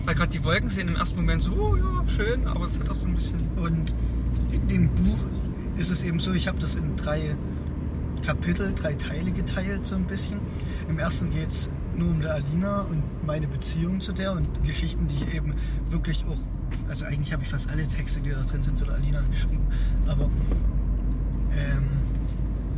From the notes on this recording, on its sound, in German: haben wir euch 55 Minuten gemütliche Autofahrt zurück vom Weihnachtsshopping aufgezeichnet